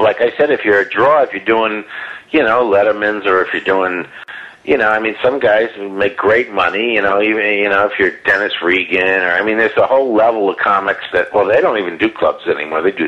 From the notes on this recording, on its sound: We called him on the telephone to conduct our no holds barred interview